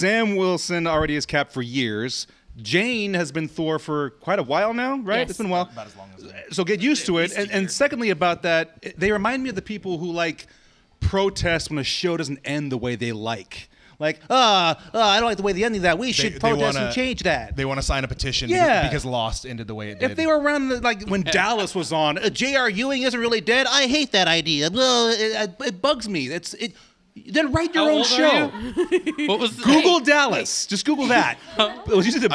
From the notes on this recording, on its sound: Live from Oblivion Comics and Coffee in Sacramento, Ca. Brought you a live show in a shiny new shop.